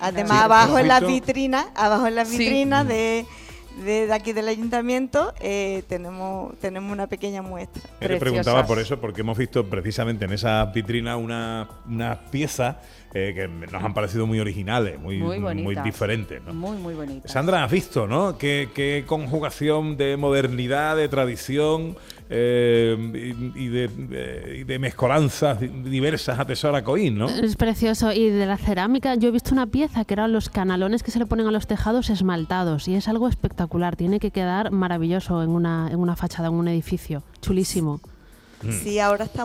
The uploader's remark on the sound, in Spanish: Gente de Andalucía en directo desde Coín en Málaga